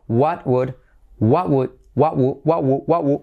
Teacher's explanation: la T del what no la vamos a pronunciar